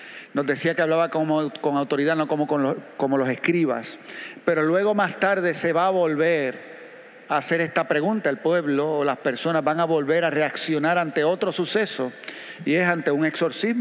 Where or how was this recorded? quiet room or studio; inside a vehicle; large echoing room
large echoing room